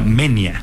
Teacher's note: nos enteramos que se pronuncia Menia, porque es diptongo, entonces va junto